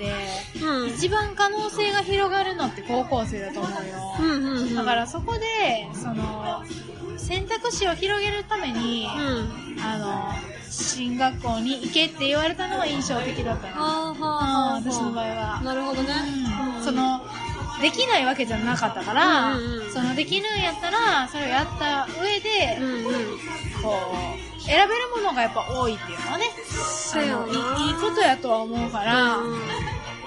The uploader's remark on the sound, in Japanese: 中盤からカフェのBGMが大きくなってしまい、お聞き苦しい部分もあるかと思います。